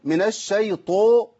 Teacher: انت كده خليت الطاء بين الضم وبين الفتح، عملت حاجه اسمها اهمال الحركه